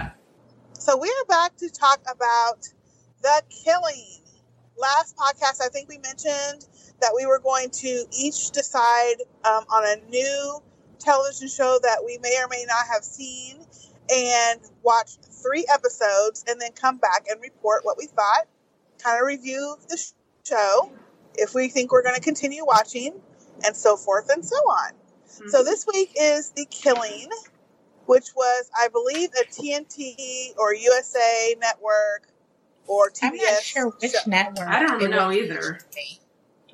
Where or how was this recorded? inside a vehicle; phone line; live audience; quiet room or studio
inside a vehicle